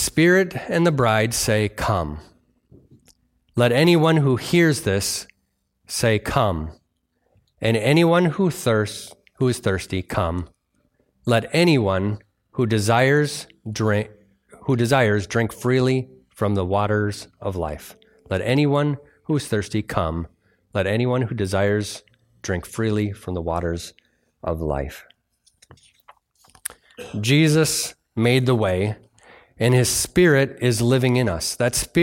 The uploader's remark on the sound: delivered on Sunday, November 12th, 2023 at Bible Center Church in Maiden Rock, Wisconsin